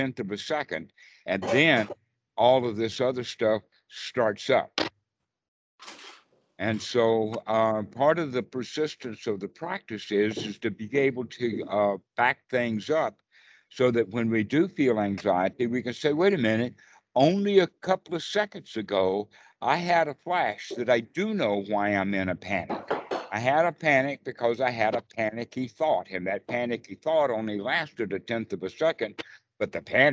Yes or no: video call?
yes